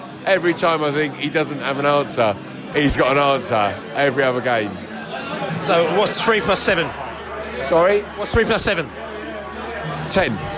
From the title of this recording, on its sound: Post-Match Podcast From The Pub